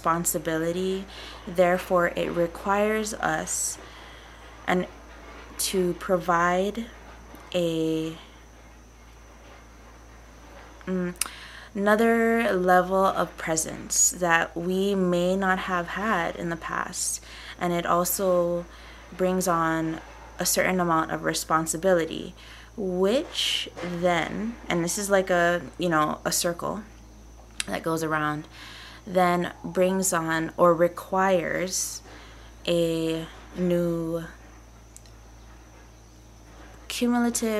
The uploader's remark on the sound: Also, I have to apologize for the farm-like background noise.